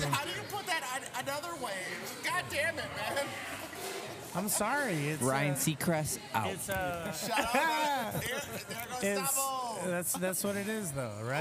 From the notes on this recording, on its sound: We sat down on location at Ricochet Tacos during their Tuesday of Terror Halloween event! Heads up, it’s a noise one.